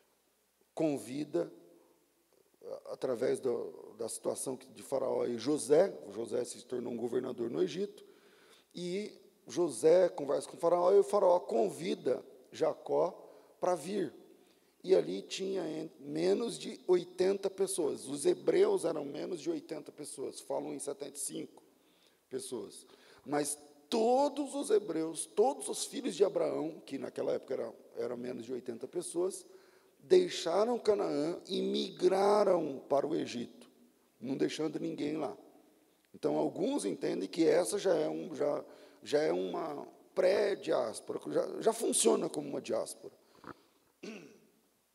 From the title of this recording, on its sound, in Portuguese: Culto ao vivo